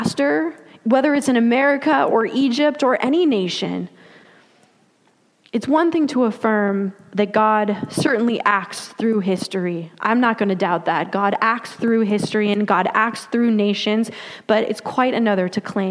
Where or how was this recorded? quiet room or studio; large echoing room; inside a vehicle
large echoing room